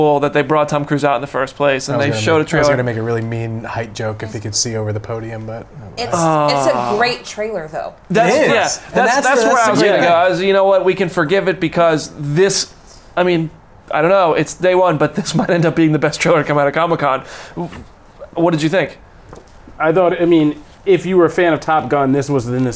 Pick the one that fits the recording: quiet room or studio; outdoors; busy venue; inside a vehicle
busy venue